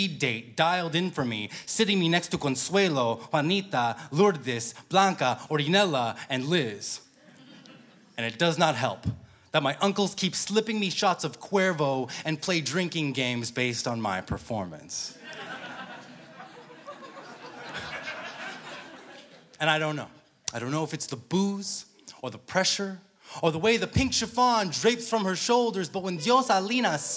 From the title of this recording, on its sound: Snap LIVE!